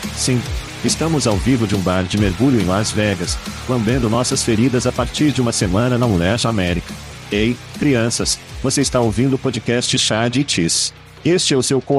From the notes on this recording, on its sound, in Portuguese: Cerveja e podcast em Las Vegas. Curta este episódio ao vivo em um bar de Las Vegas.